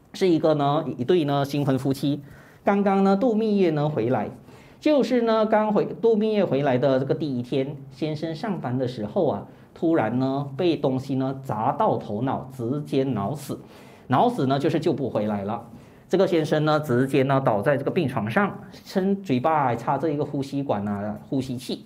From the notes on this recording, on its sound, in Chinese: 2023清明开示【现场录影】。